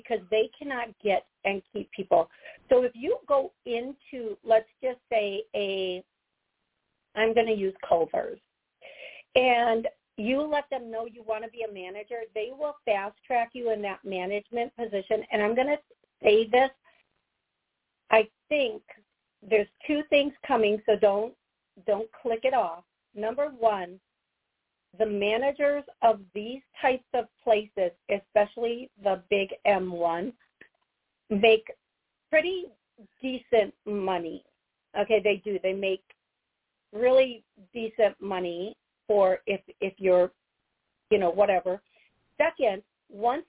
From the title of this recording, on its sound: Live Call